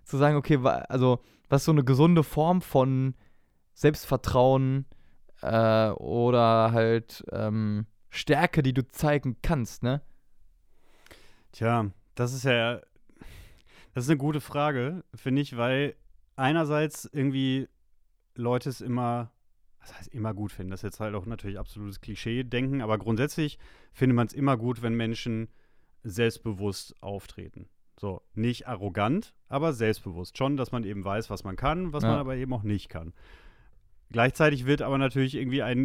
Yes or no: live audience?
no